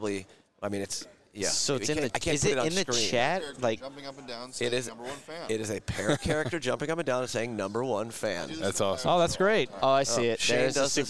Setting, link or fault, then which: setting, busy venue